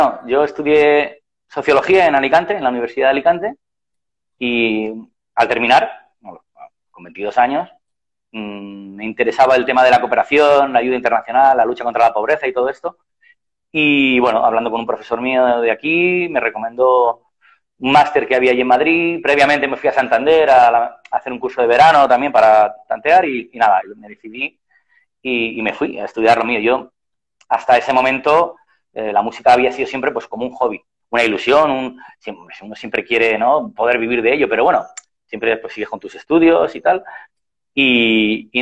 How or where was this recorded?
video call